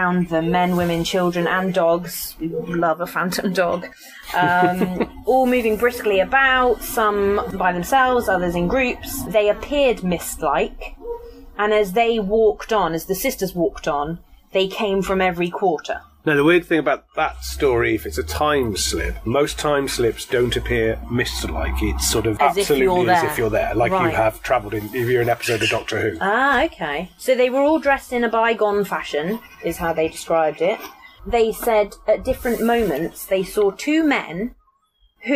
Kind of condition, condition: setting, outdoors